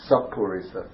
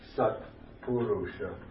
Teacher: in making this combination, the T gets assimilated. By the rule of Sandhi, it turns into a P. · Shown in: first take · So it becomes Sapurisa.